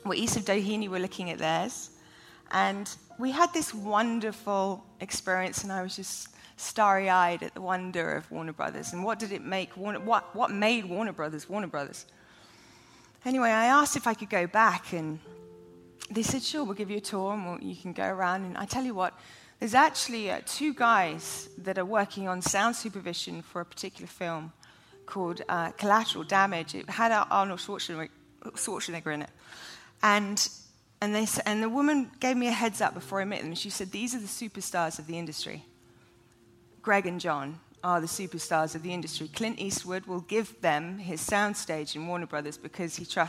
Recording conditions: live audience